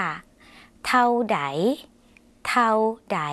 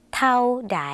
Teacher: คำว่าเท่านะคะในภาษาไทยอาจจะออกเสียงยาวส่วนในภาษาลาวเป็นสระเอาค่ะออกเสียงสั้น